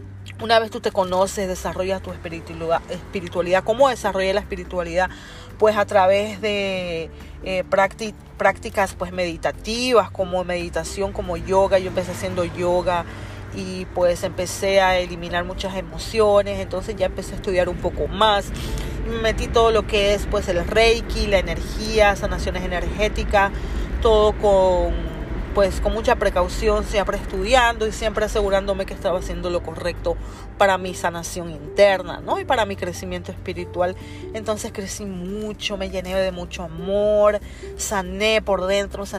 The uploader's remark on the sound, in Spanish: desde la ruidosa ciudad de Nueva York te hablo